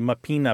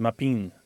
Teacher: Yeah, and there's of course the plural pronunciation, but there's also a thing that has happened to Italian words in the mouths of Italian Americans, where a lot of times that final syllable or that final vowel disappears through a process called lenition · Shown in: second take · So what might be mapina becomes mapin, because the A is just kind of not really fully said.